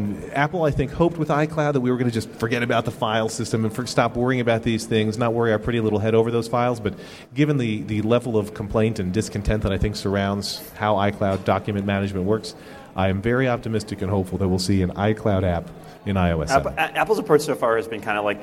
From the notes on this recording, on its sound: A panel at Macworld|iWorld 2013